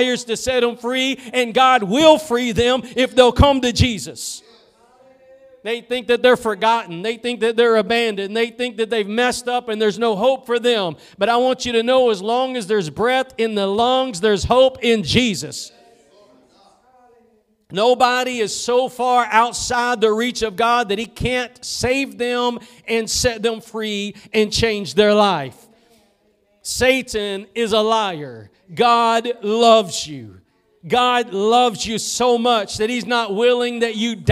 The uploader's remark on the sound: Preached at Gospel Lighthouse in Bossier City, La.